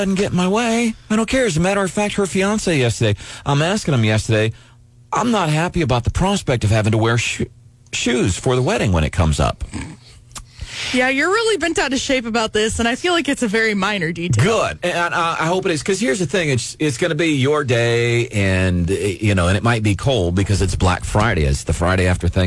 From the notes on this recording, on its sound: This phone call from a listener scared the heck out of us!